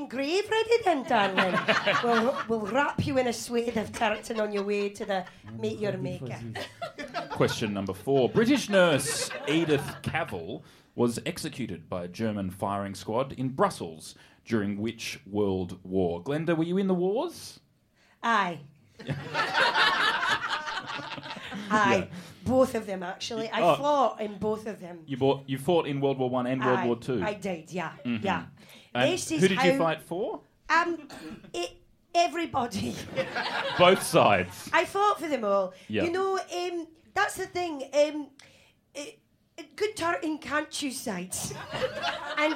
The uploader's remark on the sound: Recorded LIVE at the Melbourne International Comedy Festival 2021.